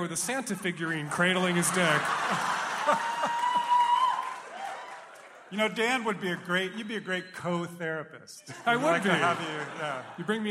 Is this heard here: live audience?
yes